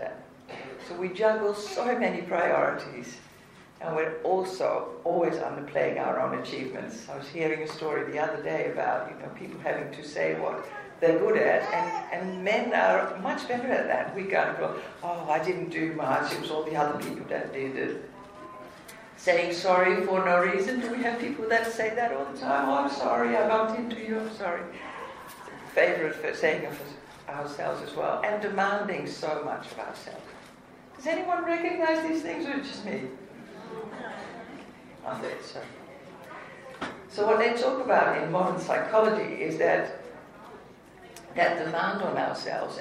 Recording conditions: background noise